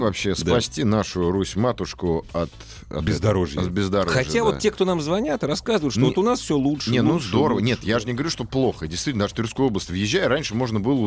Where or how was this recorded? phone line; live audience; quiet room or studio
phone line